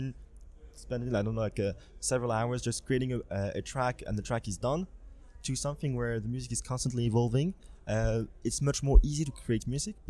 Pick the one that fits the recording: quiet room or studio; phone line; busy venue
busy venue